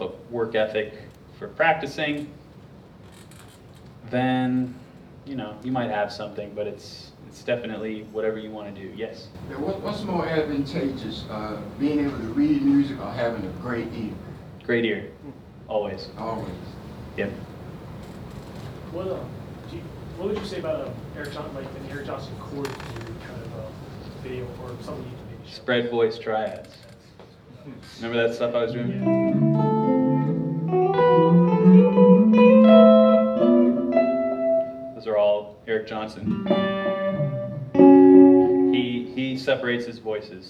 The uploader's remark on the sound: Highlights from the Q&amp;A segments of a recent guitar clinic I did at Musician's Workshop in Asheville, NC. Live Guitar Clinic Q&A.